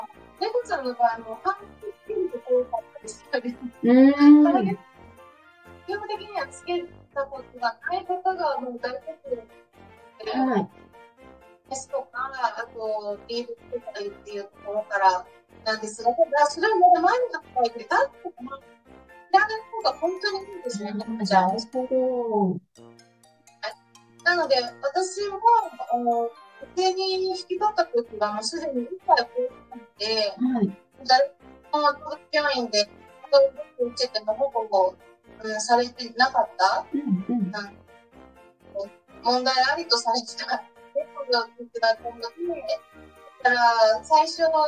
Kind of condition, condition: fault, poor sound quality